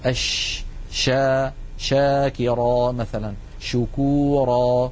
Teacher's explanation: التفشي هو انتشار صوت الشين من مخرجه حتى يصطدم بالصفحة الداخلية للأسنان العليا، والرسمة التي على الجهة اليمنى من اللوحة تبين كيف أن مبدأ صوت الشين هو من وسط اللسان ثم يصطدم ذلك الصوت بالأسنان العليا من الداخل، فيحدث هذا الانتشار للصوت الذي يعطي الشين مذاقا خاصا وقوة في السمع.